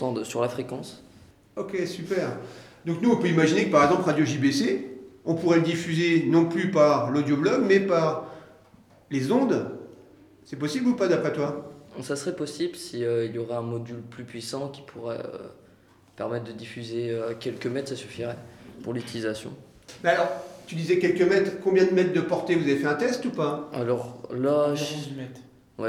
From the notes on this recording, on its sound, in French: Emission en public.